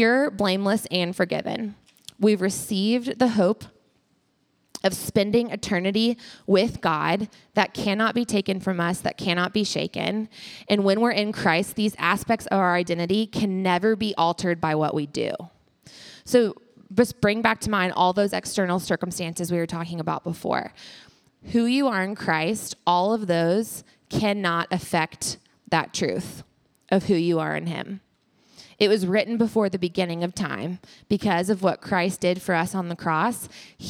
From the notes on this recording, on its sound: Live from Alabama. Live from the As You Are worship night at Alabama (Fall 2023).